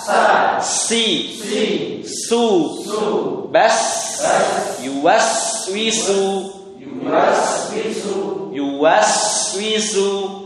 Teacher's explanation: Huruf sin dan sad itu keluar udara. Huruf zai tidak.